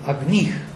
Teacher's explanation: stress falls on the second syllable